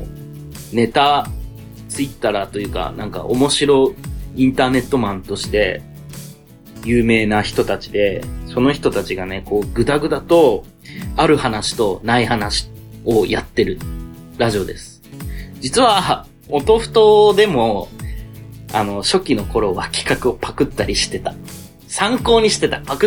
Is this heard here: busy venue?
no